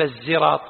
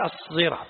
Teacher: الفرق الصحيح أنه ليس بالزاي وإنما بالصاد المشبعة الموصلة لمخرج الزاي · Shown in: second take · يعني ما يصير تقول الزراط لا هي الصراط هكذا.